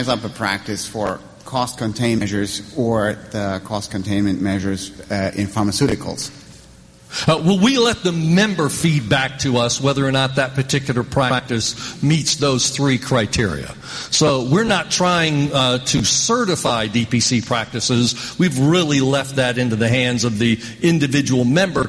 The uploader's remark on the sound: interviews recorded live at the conference